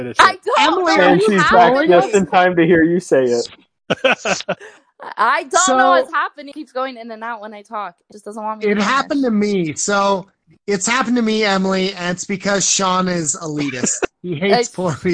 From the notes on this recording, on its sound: Call in show